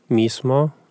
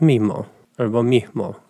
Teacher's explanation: To S po prostu zanika przed spółgłoskami. · Shown in: second take · Albo na końcu wyrazów też. · Term: proces lenicji